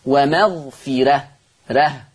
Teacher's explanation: ورش هيرقق الراء المفتوحة والمسبوقة بكسر اصلي